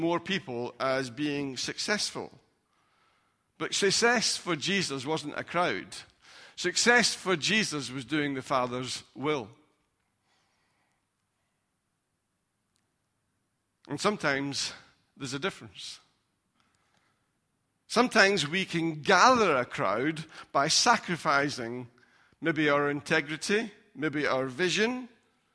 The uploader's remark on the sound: Recorded at freedomcentre church, Preston on Sunday 10th March 2019